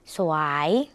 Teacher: สวยออกเสียงสอเสือและวอวีในภาษาลาวควบกันนะคะ